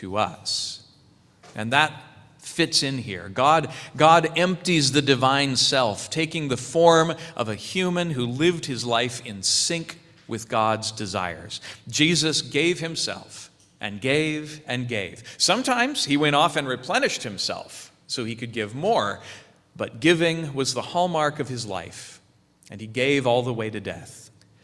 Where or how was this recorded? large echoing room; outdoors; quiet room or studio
large echoing room